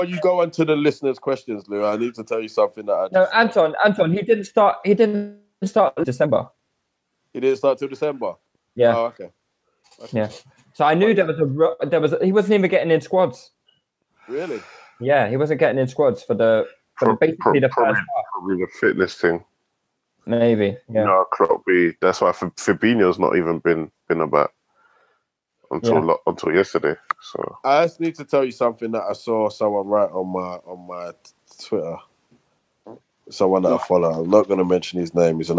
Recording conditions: video call